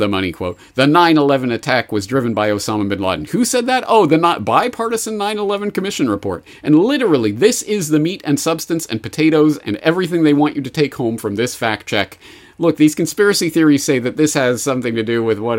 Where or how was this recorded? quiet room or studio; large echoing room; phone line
quiet room or studio